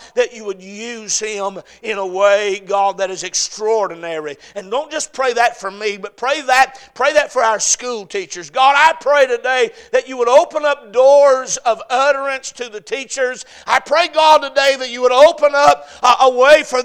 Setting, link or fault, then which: setting, large echoing room